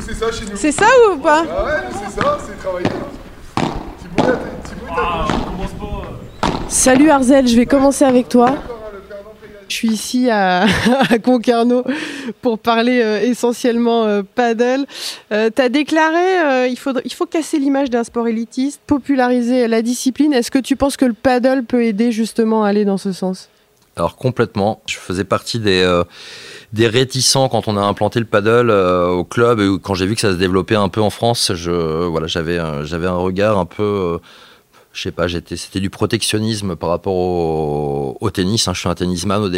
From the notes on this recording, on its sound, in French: Se balade dans le Finistère Sud au Tennis Padel de Concarneau.